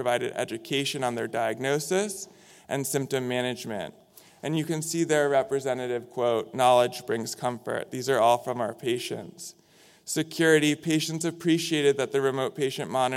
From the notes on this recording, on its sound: In this session recorded at DPHARM 2022